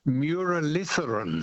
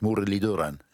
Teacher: It is Mudaliduran. Yes, the TH is a D, which is a dental T with, I think, your tongue touching your teeth · Shown in: second take · Mudaliduran.